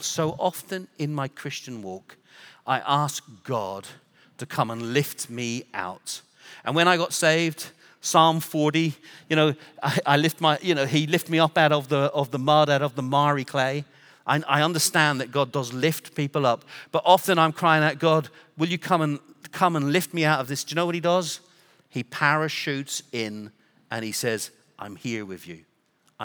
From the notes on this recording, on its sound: Recorded Live at Brookwood Church on 01.014.2024